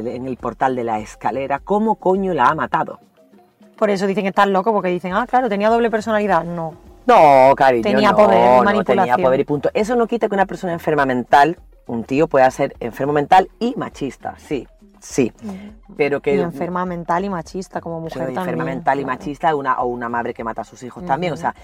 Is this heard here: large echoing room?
no